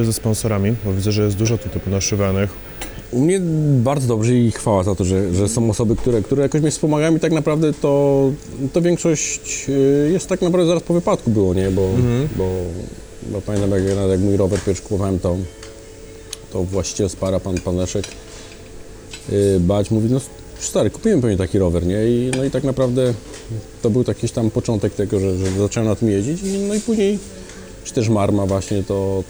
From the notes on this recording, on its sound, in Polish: nagrania: Restauracja Folk – Hotel Bristol